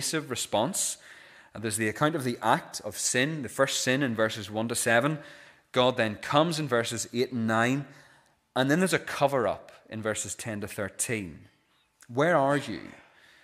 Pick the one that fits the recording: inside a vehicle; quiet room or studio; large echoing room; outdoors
large echoing room